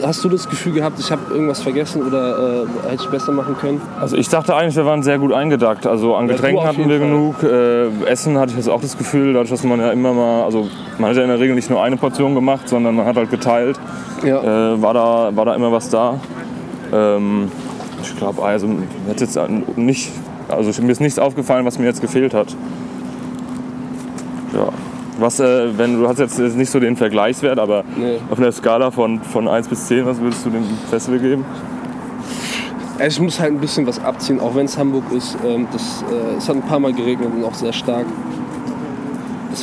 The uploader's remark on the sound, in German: MS Dockville 2019. All das natürlich direkt vom Festivalgelände.